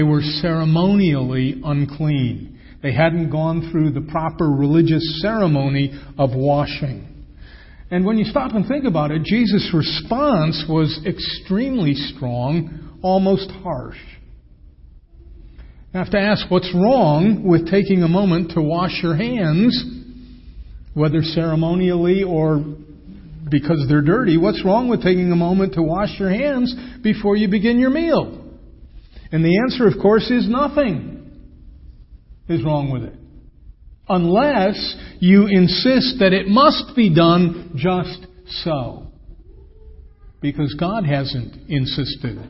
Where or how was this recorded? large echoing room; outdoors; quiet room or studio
large echoing room